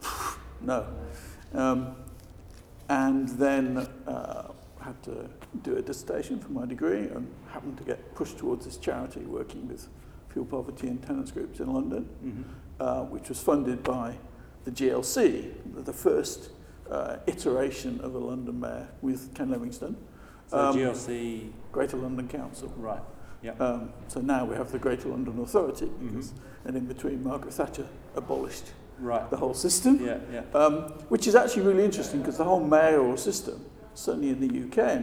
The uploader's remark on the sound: At the 2019 Passive House Conference in Heidelberg